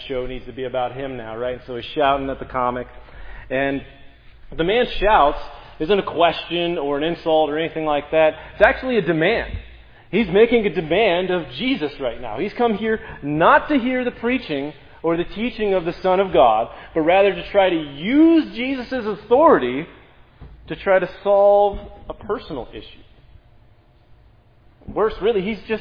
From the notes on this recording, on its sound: This sermon on Luke 12:13-21 was preached at Providence Church.